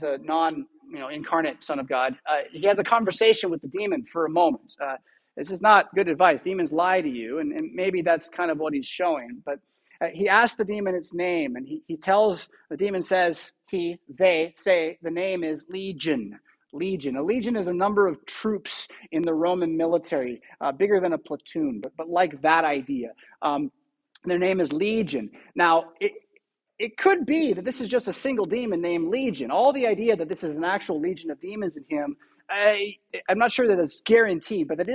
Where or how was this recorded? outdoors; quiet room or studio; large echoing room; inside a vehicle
large echoing room